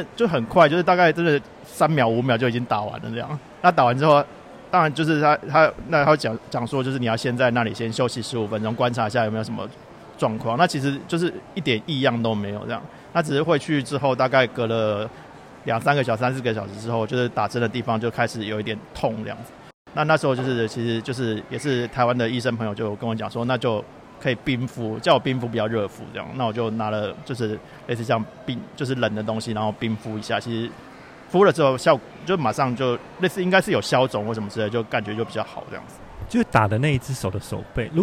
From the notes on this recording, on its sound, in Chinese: 另外在台場現場收音的部分，今天播出下集。